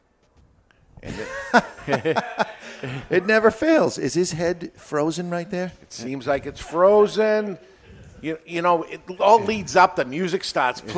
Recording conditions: live audience